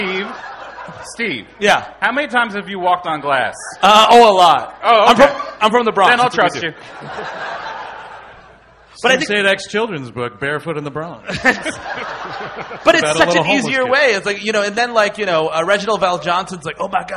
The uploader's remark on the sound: Recorded live